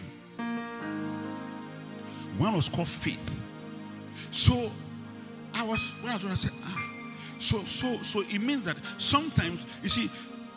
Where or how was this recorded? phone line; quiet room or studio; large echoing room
large echoing room